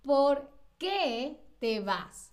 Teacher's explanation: ¿por qué tiene esa fuerza en la E